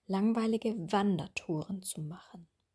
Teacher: Bei der Kombination langweilige Wandertouren zu machen, ist mir aufgefallen, dass die Betonung auf machen lag, aber wir würden hier das Nomen, das Substantiv betonen